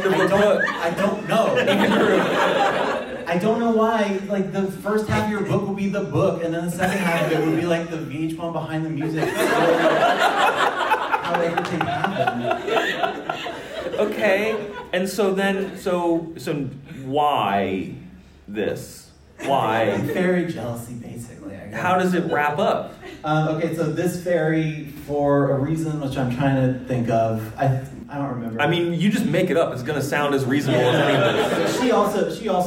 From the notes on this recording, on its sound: LIVE from the Fall For The Book Festival. Our first episode of the new year is actually from our live show at the Fall For The Book Festival in Fairfax, VA.